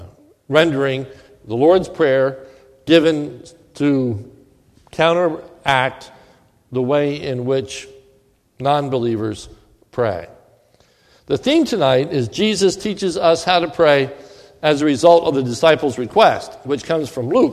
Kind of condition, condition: setting, large echoing room